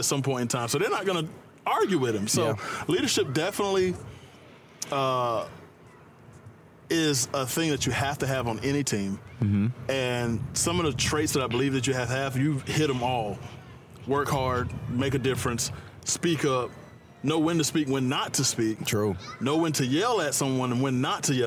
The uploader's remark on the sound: in this episode we outside at The Premier Sports Academy watching the kids play on this beautiful day